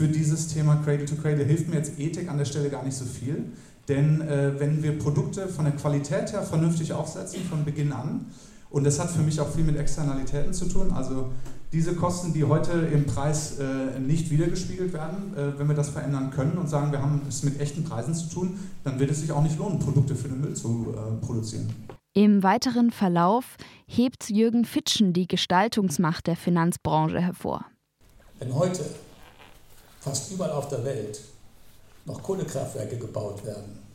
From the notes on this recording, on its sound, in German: Bayreuther dialoge 2019. War bei der Konferenz mit dem Aufnahmegerät unterwegs, und hat die Stimmung eingefangen.